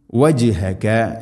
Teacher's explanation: വജ് ജീമിനെ ഖൽഖല ചെയ്യണം